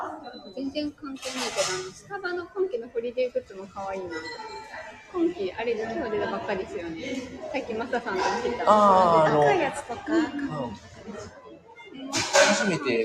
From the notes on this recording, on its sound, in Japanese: 福岡スタバ同時配信。コラボ収録。Stand.fm。